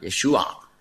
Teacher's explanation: Das ist ein Ayin. Das ist ein Kehllaut ganz tief da unten. Man benutzt den auch im Arabischen heute.